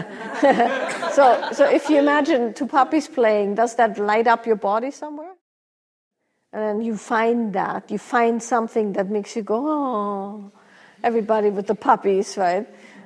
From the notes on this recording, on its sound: Q&A from a recent live event